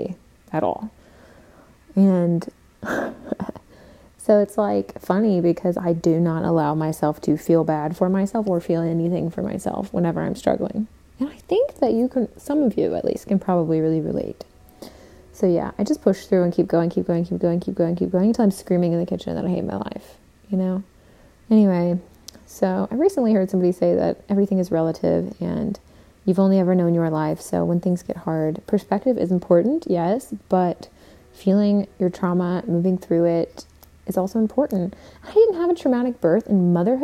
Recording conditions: sounds in the background